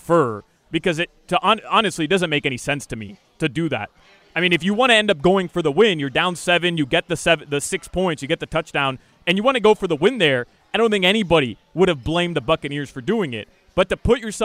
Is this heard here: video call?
no